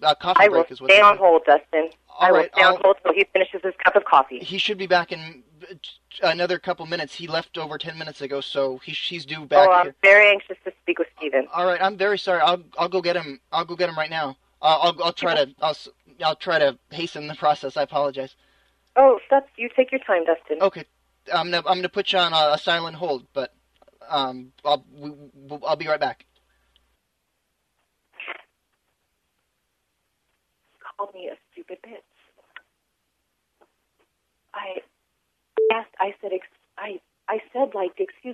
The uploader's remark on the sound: RBCP's Personal Prank Phone Calls Collection